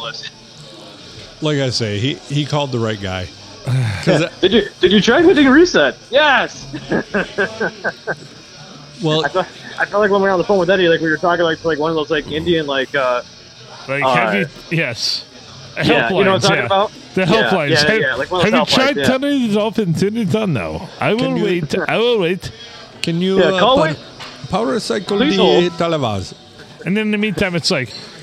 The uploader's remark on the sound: Recorded at the famous Blue Water Sports Bar and Grill in lovely downtown Port Sanilac on a Sunday.